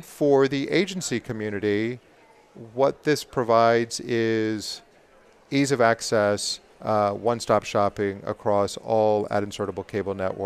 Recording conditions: busy venue